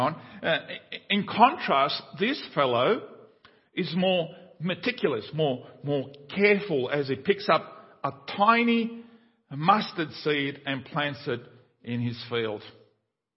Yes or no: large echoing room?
yes